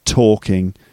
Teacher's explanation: In fact, your tongue goes into the right position to make the t sound. The tongue hits the, you know, the front of the alveolar ridge.